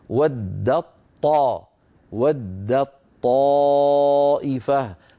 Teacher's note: فيصير النطق بطاء مشددة لا يبقى للتاء أثر · Term: إدغام